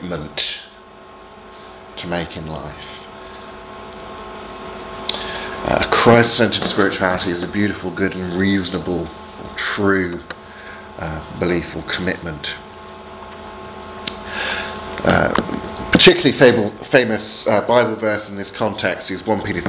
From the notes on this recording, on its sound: Seminar on 'Apologetic in 3D' at Highfield Church Southampton, from a training day for local youth workers in March 2019.